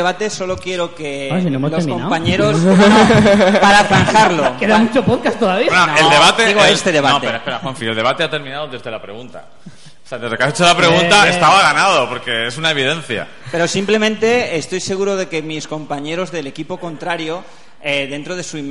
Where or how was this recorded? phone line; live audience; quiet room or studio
live audience